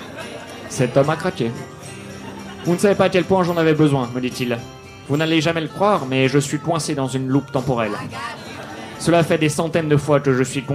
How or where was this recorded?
live audience